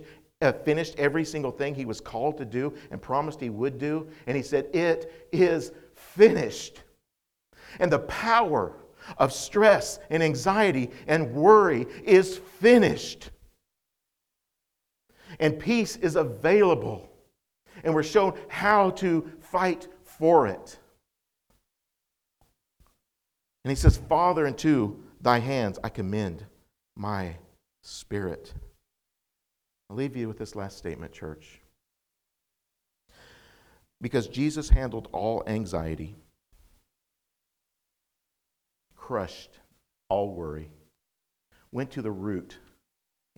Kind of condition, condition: setting, large echoing room